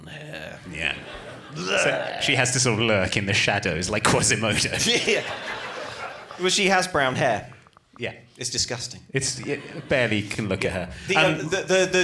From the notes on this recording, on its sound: This episode was recorded live at the Prince Charles Cinema, London.